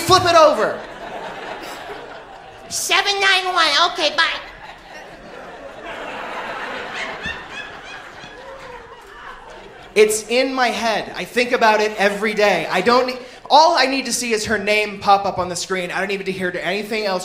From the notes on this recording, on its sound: (Professionally) recorded by Hilarities in Cleveland, OH on March 28th, 2019